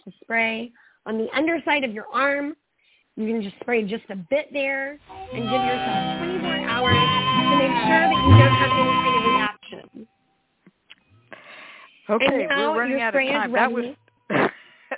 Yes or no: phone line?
yes